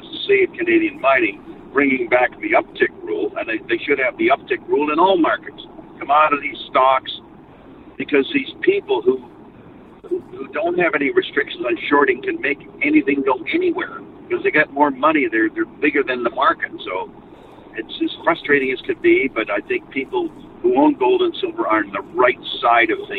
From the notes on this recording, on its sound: as he drives down the freeway